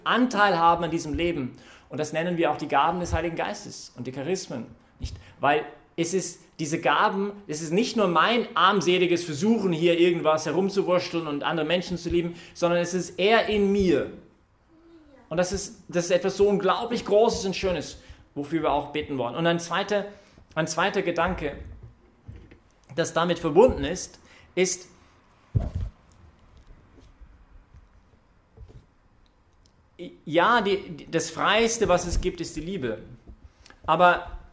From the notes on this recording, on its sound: Das war Thema in dieser Predigt heute Abend (23-5-2021) bei der YP Messe im Zentrum Johannes Paul II.